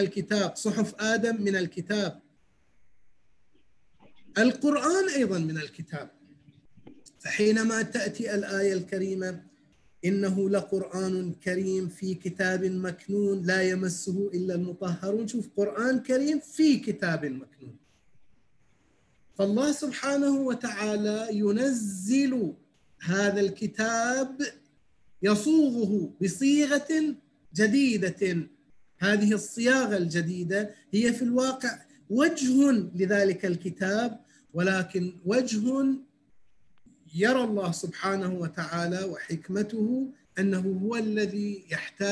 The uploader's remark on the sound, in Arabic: و يتم تسجيلها كل ليلة أربعاء على برنامج الزوم.